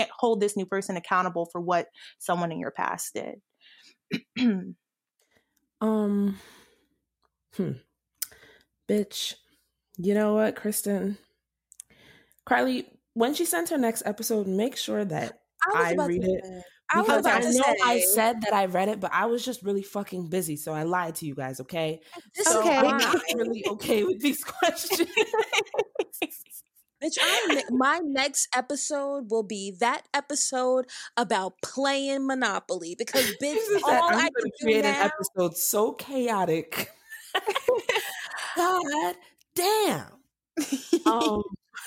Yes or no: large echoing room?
no